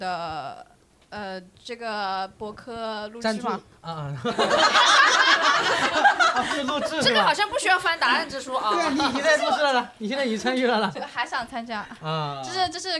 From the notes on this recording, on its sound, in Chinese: 第一次带观众录制